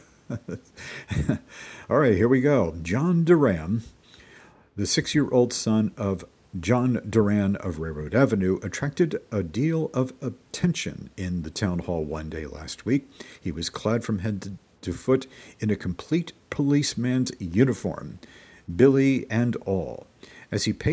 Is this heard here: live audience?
no